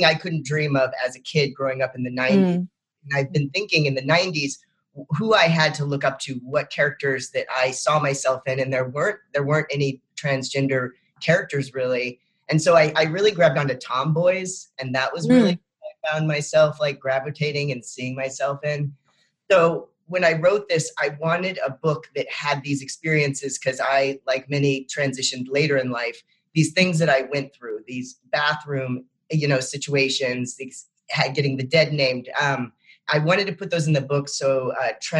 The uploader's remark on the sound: A Mighty Blaze Panel. This conversation was held as part of A Mighty Blaze ’s YA Weekend. The Zoom video of this panel.